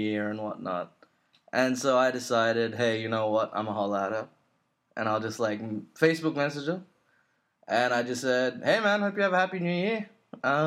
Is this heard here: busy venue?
no